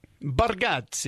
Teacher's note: I don't know why you're rolling the R